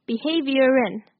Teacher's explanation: 首先我们来看连音的部分。Promote a, 可以把 T E N A 连在一起变成 promoter。再来 sort of, 这个讲过蛮多次的,sort of 可以连在一起说,sort of。下一个 behavior in, 本身这个字就有点难念,behavior,然后 R 跟 IN 再把它连在一起